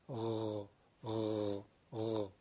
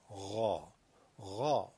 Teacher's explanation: حرف غین رو میبینید مثل قاف محکم نیست، شدت نداره، رخوت داره، غ غ غ، منتها رخوت با تفخیم، غا غا ب راه.